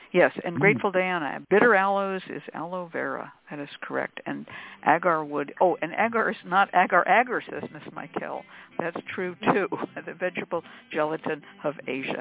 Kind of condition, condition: link, phone line